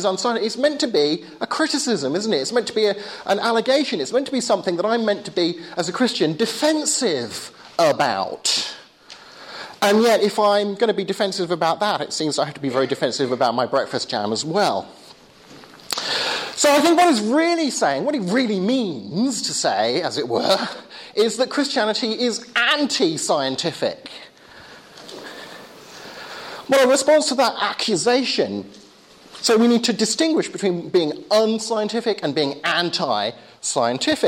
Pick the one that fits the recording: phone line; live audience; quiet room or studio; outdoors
live audience